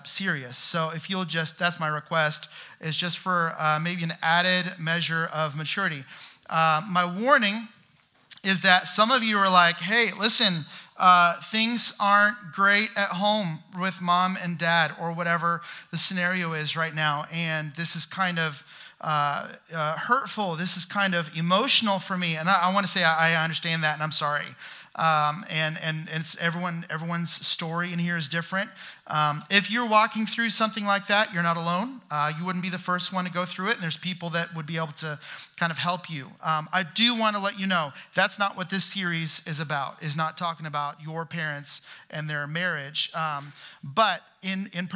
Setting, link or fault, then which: setting, large echoing room